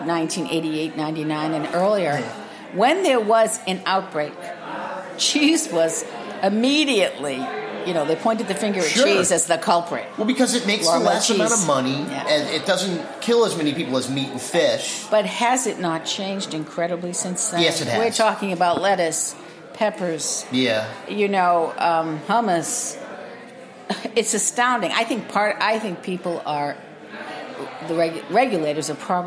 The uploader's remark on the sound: live from the Crown Finish Caves in Crown Heights, Brooklyn at the Molds, Monasteries, and Microscopes event on May 20th